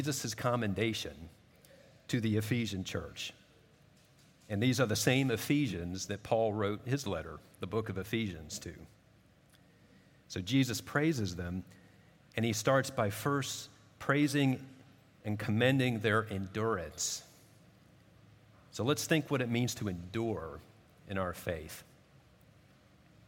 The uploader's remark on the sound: At Redeemer Presbyterian Church in Charleston, SC